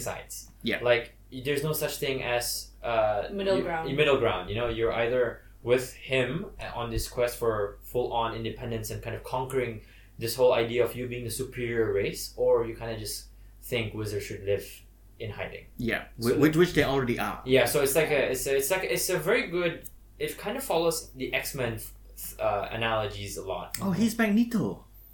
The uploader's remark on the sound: Messed up during the recording session and ended up recording in a "not great" quality. Apologies for the drop in audio quality.